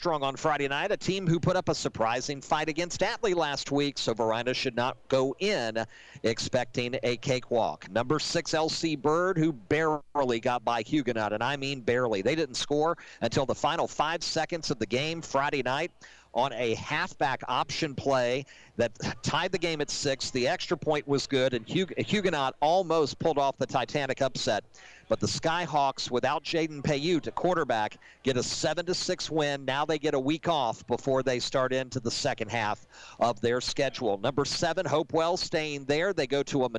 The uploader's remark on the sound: live from SportsPage Grille in Ashland